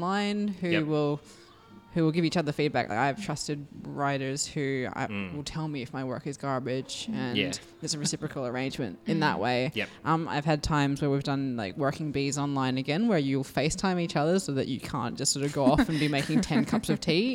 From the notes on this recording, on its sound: This podcast was recorded live at the Brunswick Street Bookstore .